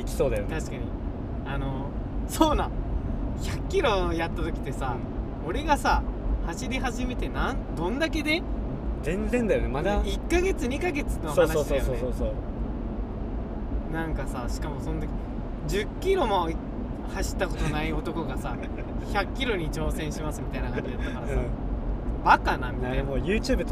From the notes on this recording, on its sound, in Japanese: ボードの帰り道に、ただ喋ってるだけじゃもったいないよね、、収録でもしてく？のテンションで全くテーマを決めずとった。またまた車なので聞き苦しいかもしれないですし。